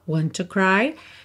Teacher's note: Sem passar pelo D, ao invés de dizer and if you want to cry, want com to, você junta num T só